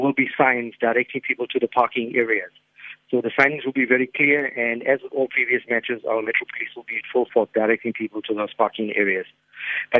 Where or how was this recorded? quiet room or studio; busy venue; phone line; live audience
phone line